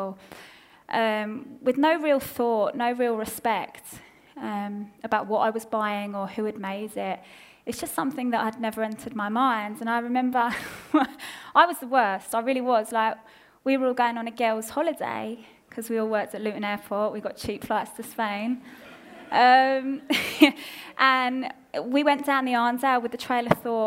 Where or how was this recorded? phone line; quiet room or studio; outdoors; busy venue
busy venue